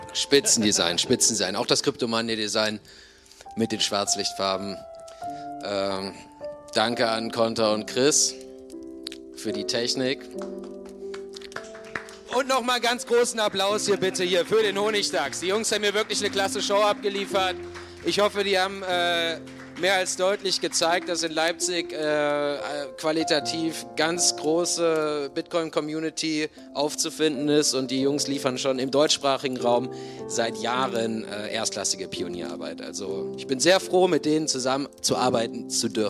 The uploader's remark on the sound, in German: Die wir in Kooperation mit dem CryptoMonday am 18.3. Live vor Publikum aufgezeichnet haben. Eine knappe Stunde lang Fragen von den Zuschauern.